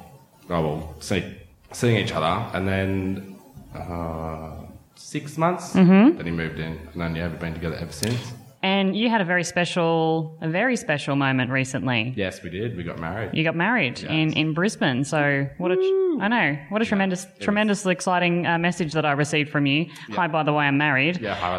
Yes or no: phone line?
no